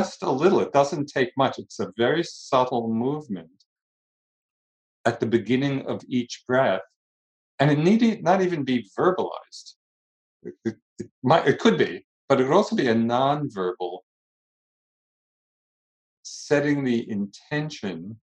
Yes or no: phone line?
no